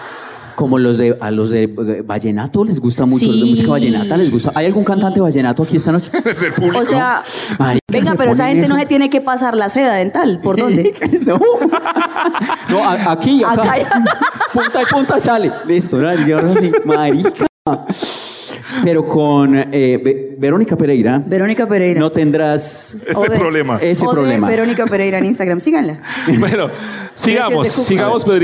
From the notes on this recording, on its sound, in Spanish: Este año hicimos dos shows en Bogotá. Les compartimos este especial en vivo con gran parte de lo que pasó en vivo en el Teatro ABC.